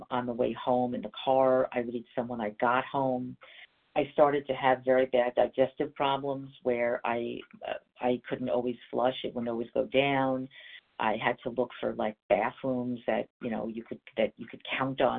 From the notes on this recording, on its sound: from the 100 Pounders Phone Meeting